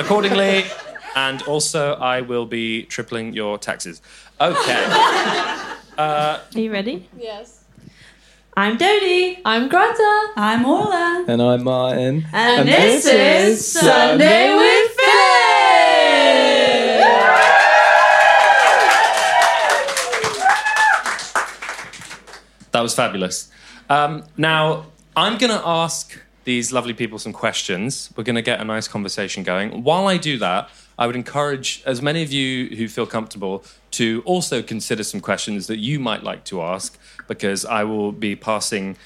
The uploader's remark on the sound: Live from album listening party. We threw an album listening party and recorded this episode live in London. Take some questions from the crowd.